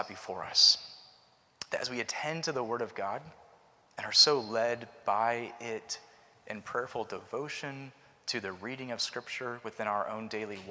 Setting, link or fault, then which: setting, large echoing room